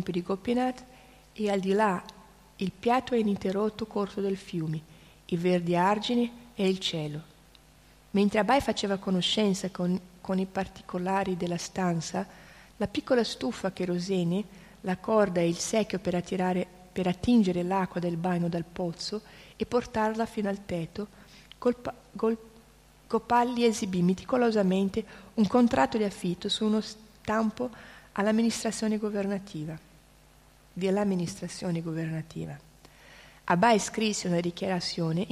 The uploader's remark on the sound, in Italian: in diretta dal Tempio di Villa Vrindavana